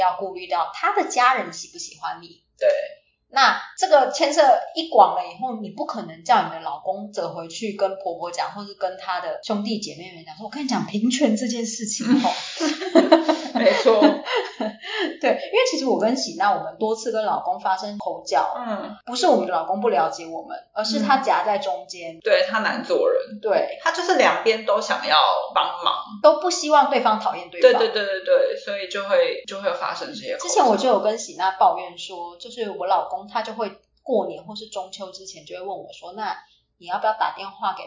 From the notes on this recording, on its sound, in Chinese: 很抱歉目前持續調整錄音環境及設備。但還沒有辦法錄製出很好的音質。